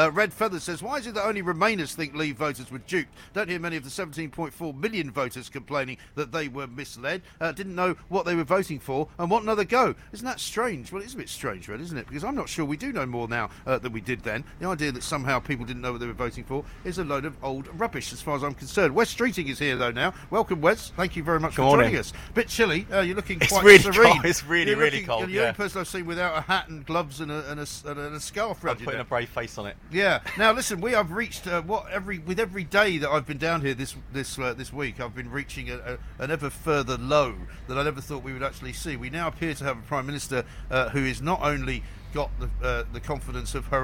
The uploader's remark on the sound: Live from College Green